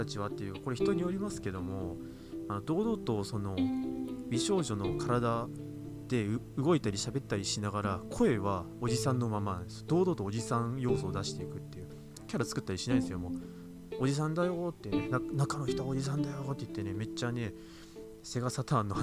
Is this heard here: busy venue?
no